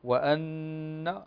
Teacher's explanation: النون مشددة تغن في القرآن كله بمقدار حركتين